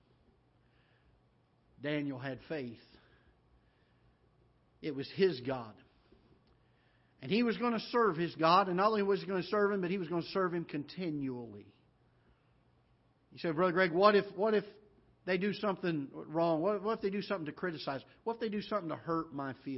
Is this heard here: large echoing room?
yes